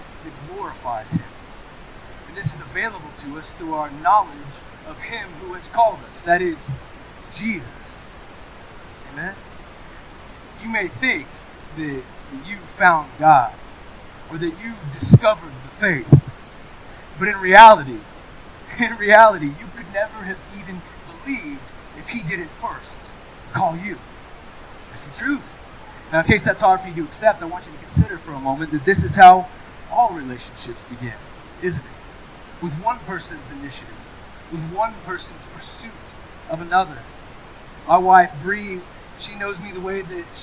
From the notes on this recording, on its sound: We are experiencing technical difficulties.